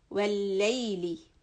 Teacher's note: kasra should be very soft, E sound